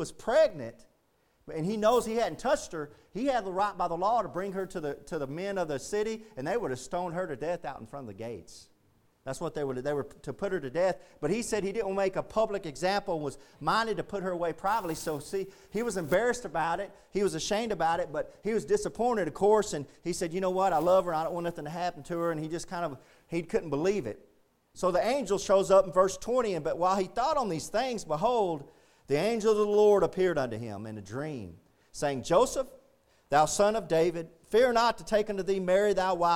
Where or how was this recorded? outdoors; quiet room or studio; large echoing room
large echoing room